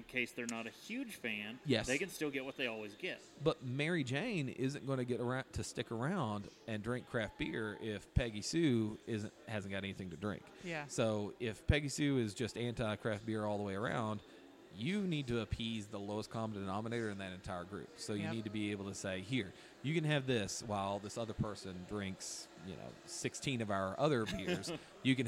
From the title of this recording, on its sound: Live from Deladders...I Mean, Broken Throne